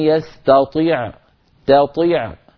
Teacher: فأيضا طي نكسر الطاء كسرا كاملا